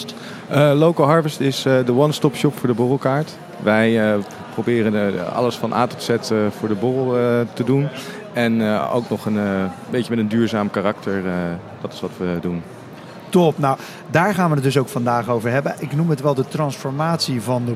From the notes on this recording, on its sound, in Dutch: live vanaf de Horecava